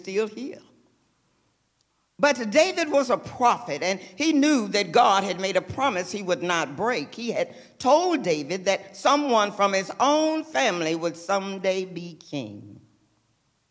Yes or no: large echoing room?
yes